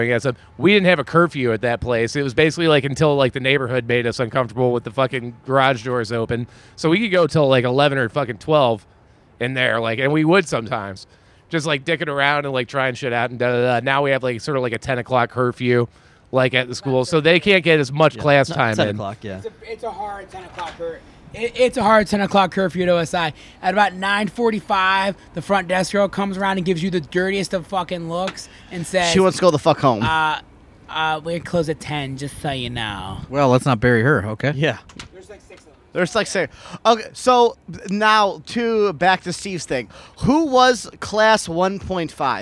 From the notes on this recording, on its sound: After consuming roughly 60 White Claws we decided to get the podcast equipment and record live from the AIW 4th of July cookout.